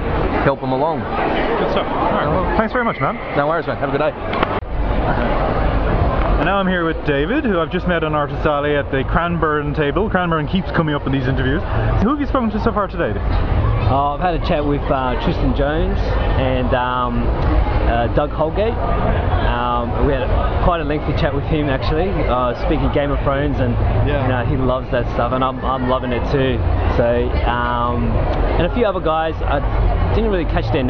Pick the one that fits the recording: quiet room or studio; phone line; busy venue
busy venue